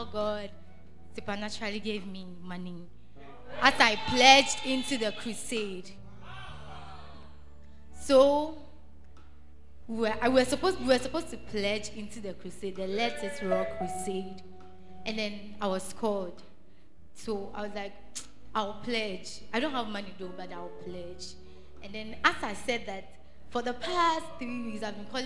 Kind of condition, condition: setting, large echoing room